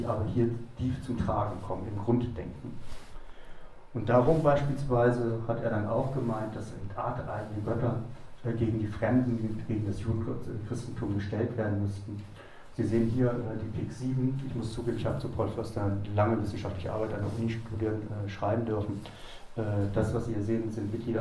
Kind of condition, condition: setting, live audience